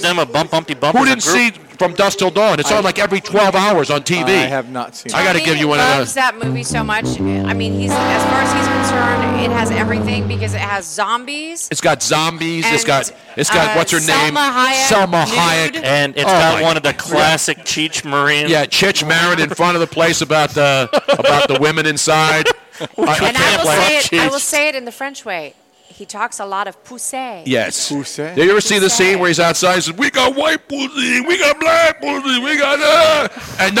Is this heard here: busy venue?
yes